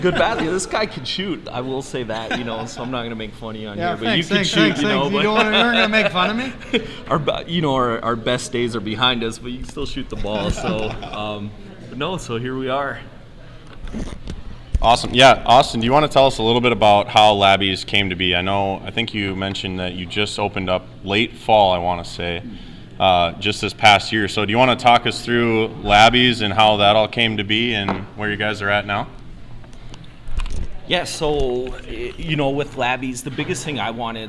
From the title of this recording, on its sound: Live At Labbie's Sports Bar & Grill